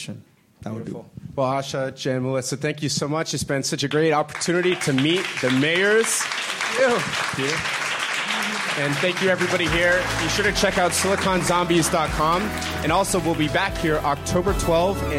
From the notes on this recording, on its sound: Audience Questions